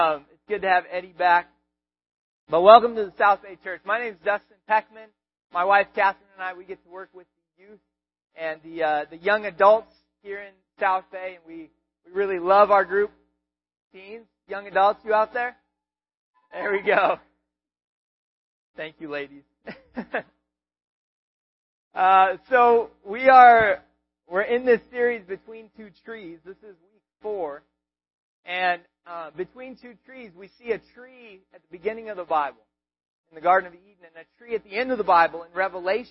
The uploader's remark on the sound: We apologize for the audio quality.